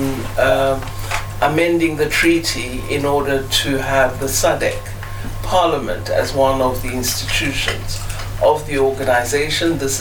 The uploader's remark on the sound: interview with Ubuntu Radio on the sidelines SADC in Kinshasa, DRC